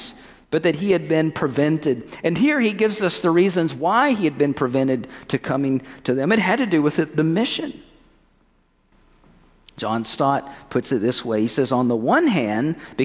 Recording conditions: large echoing room